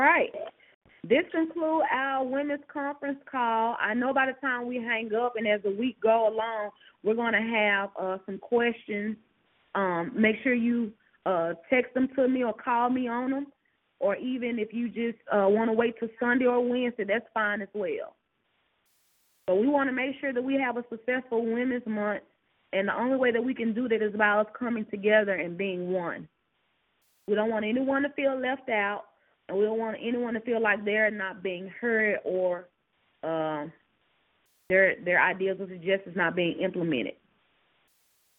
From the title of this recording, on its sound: Conference Call